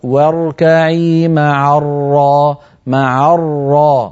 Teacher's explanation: الراء ليست شديدة، ليست من حروف أجد قط بكت، ولا ينبتر الصوت عندها